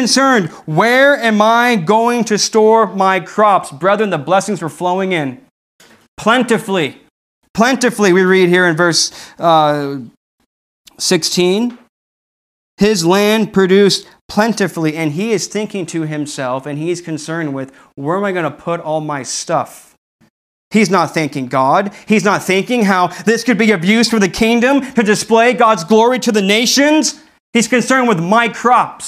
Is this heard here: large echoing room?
yes